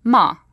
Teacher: and then a falling tone, ma